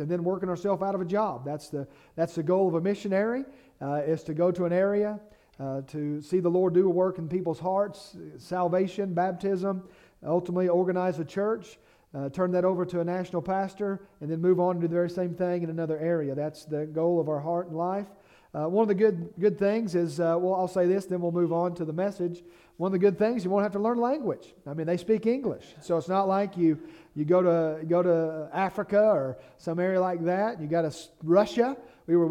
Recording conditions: large echoing room